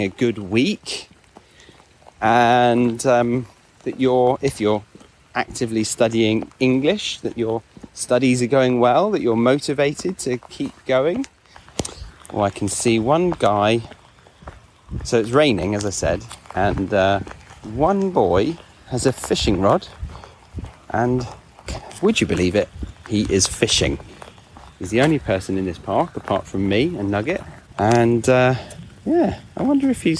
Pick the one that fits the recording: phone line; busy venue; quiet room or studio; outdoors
outdoors